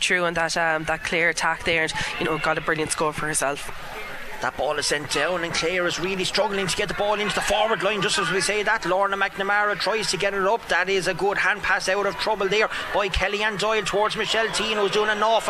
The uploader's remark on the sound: The Very Ireland Camogie League continues on KCLR this Saturday as we bring you full live commentary of Kilkenny versus Clare.